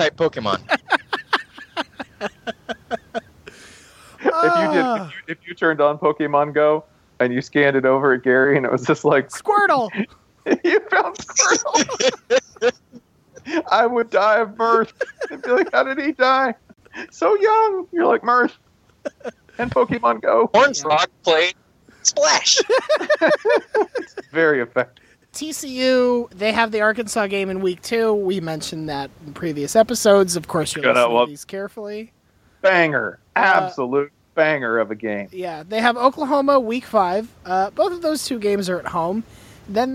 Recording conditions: inside a vehicle